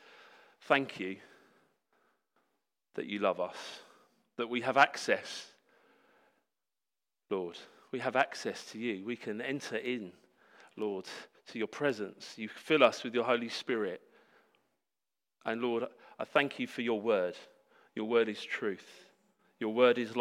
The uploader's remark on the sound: Sermon preached at Hope Church Sevenoaks UK